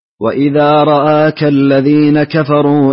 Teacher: ففتحت رآك في الراء والهمزة، يعني ليس فيها إمالة